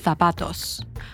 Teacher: the Z and the soft C are pronounced with a th sound